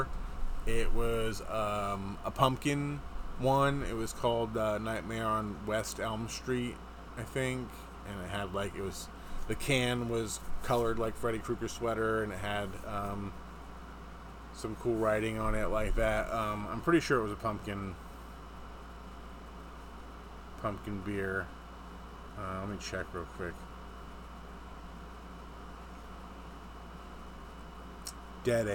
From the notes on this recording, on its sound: That noise in the background is our air conditioner.